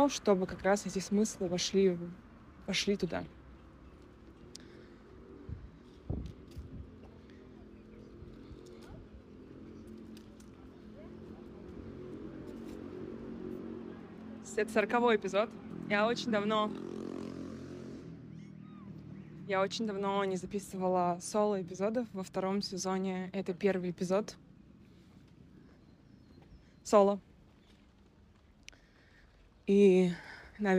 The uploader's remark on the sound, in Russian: Звуковая прогулка-рефлексия. В этом соло эпизоде я приглашаю вас на звуковую прогулку по городу Алматы. И все это на фоне звуков города.